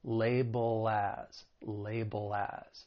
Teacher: the second syllable, it ends with that dark L, which is that ull sound. And then if we're following it with the word as, I told you that's a common phrase, well then we can link that dark L with the beginning vowel sound in as.